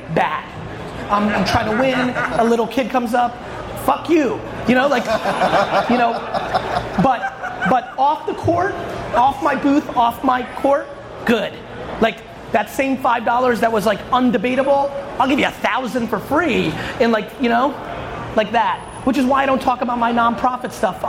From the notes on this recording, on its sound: Today's episode is a sports card panel/Q&A I did in Chicago while I was at the National Sports Collectors Convention (NSCC).